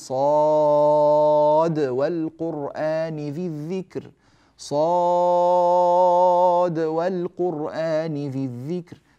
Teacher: فنجد أن عندنا صادا مفتوحة، لاحظوا عندنا صاد مفتوحة وألف مدية ودال ساكنة